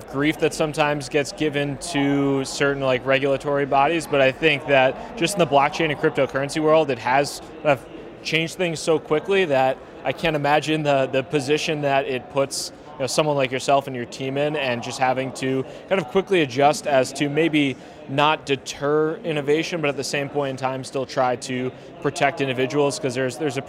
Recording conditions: busy venue